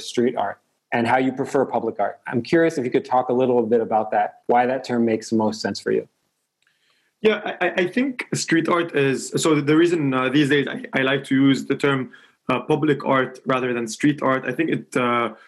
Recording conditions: video call